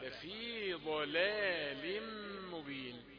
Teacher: الضاد هي المفخمة، فلا تفخم اللام بعدها